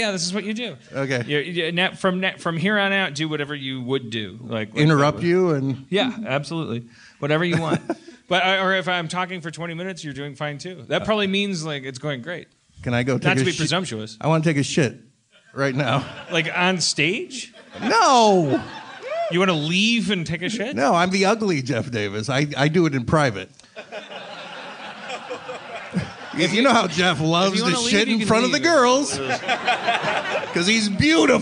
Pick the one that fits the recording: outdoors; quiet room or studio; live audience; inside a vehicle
live audience